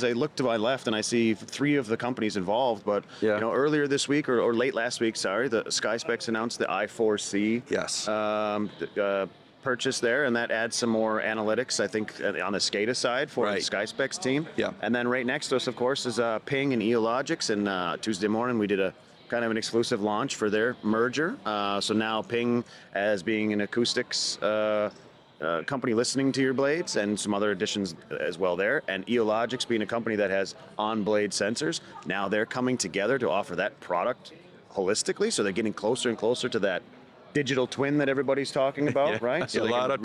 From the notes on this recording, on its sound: Live From New Orleans – American Clean Power 2023. When you get to see everybody on the show floor.